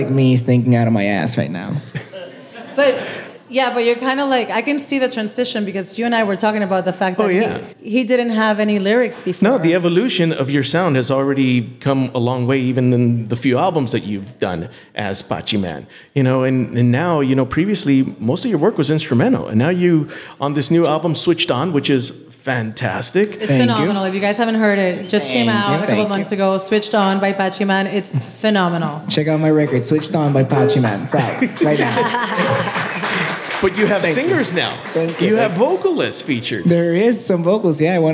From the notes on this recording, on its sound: Recorded in front of a live audience at the beautiful Gibson Showroom in Hollywood.